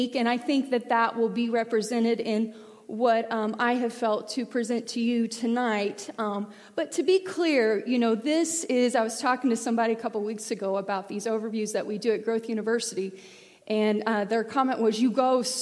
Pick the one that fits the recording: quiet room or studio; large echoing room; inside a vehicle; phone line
large echoing room